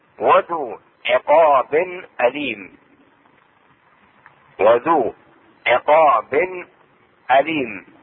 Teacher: التنوين هنا تظهر عقاب أليم، إظهار التنوين